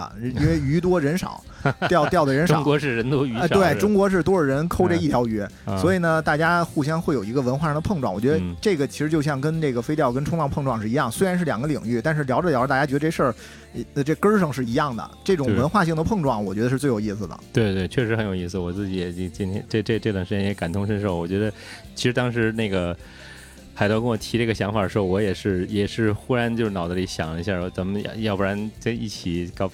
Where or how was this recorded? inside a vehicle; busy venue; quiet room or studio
busy venue